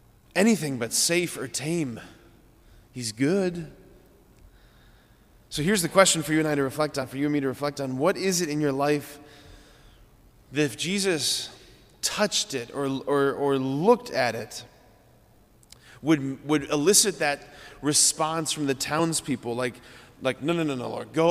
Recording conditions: large echoing room